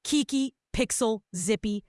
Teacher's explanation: Low energy or slow to respond dog, go punchy and bright. Kiki, Pixel, Zippy, with a rising intonation.